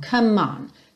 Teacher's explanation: Então, você nunca diz come e sim come, come. Ou seja, já junta esse M no on, come on.